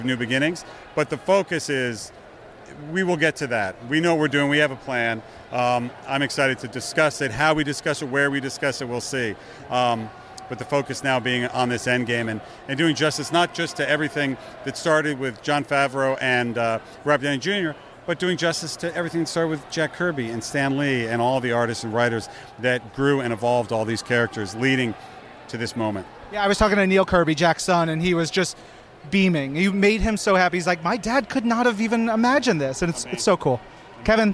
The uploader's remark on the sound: Short interviews recorded live from the red carpet.